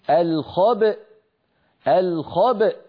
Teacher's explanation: لأن في أصل الكلمة همزة متحركة في الوصل، لما وقفنا عليها سكنت الهمزة فلا بد من نطقها، فنقول الخبأ الخبأ، هنا نخرج الباء المقلقلة بالتباعد بين طرفي عضو النطق بين الشفتين يعني، ونجعل الوترين الصوتيين في الحنجرة ينضمان ويصطدما حتى تخرج الهمزة الساكنة التي هي في الوصل همزة مفتوحة الخبأ.